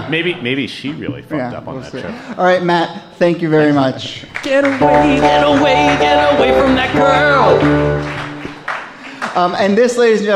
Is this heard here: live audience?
yes